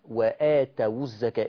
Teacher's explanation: الواو اللينه لما يجي وراها ساكن في كلمه تاليه تحرك بالضم · Term: واو لين